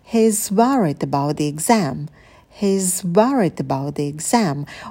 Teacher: Ударные слова worried, exam. На этих словах мы будем подпрыгивать. His произносим слитно и тише.